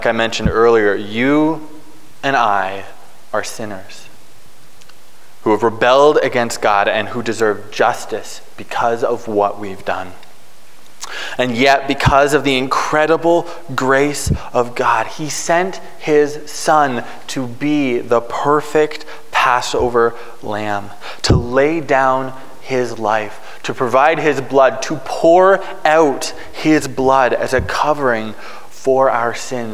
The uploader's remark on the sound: Preached on March 13, 2022 at Liberty Grace Church.